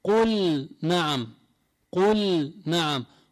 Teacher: هون اللام هذه داخل بفعل الأمر قل فعل الأمر قل نعم ما بضغم اللام بالنون · Term: الإظهار